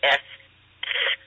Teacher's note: they're very high pitch. They're also very soft. · Term: high pitch sounds